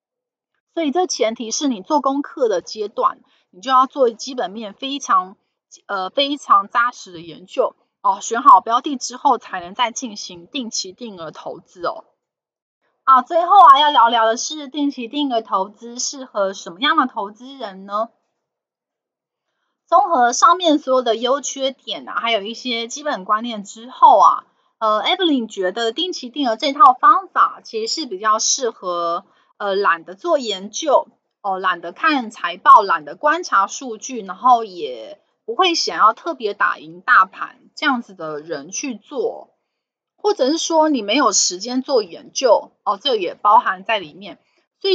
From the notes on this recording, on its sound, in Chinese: 本集有些許雜音，已亟力避免，如有察覺請多多包涵。